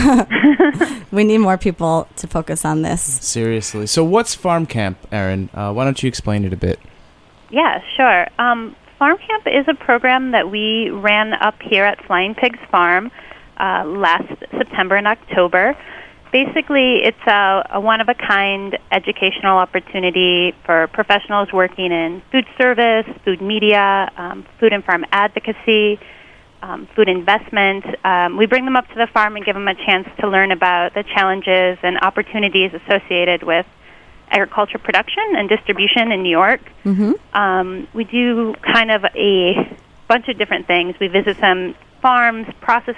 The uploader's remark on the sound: on the phones